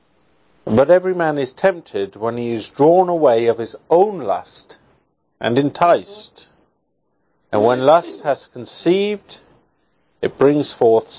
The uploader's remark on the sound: Sermon preached on 11/17/2021 in Grace Ministries at Hopkins.